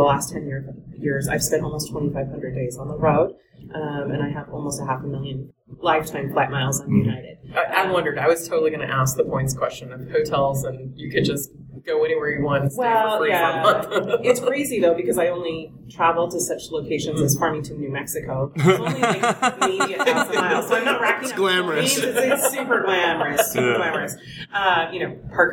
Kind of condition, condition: setting, busy venue